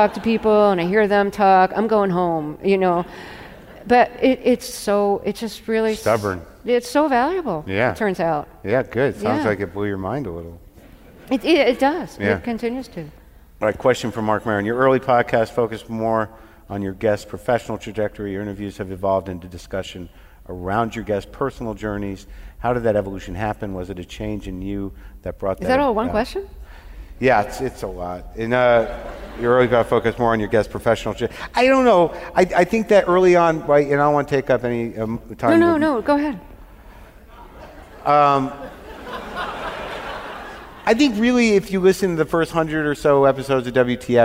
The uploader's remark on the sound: In front of a live audience at the BAM Opera House in Brooklyn.